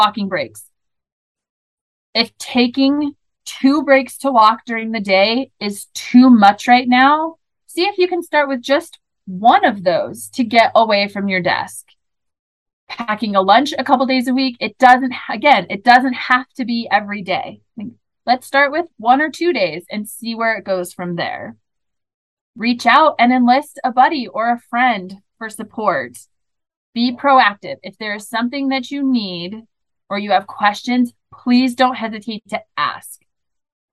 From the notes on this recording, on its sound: this is the audio from the webinar.